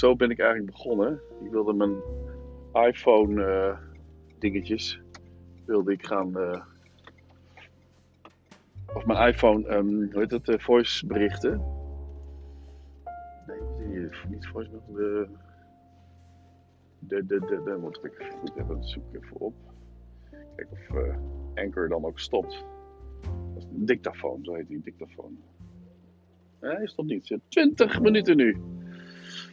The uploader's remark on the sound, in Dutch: Met iPhone AirPodcastend door het bos. IPhone, airpods en Anchor.